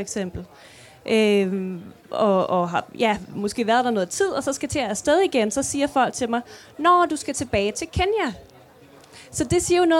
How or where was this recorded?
live audience